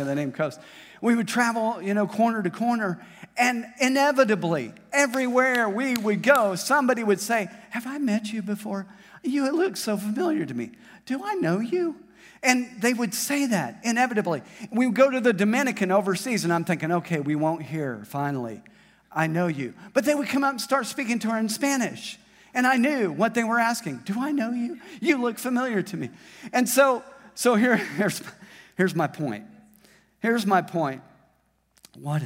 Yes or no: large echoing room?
yes